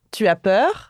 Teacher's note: you can also ask someone, tu as peur? Are you scared? And so on, just by using a rising intonation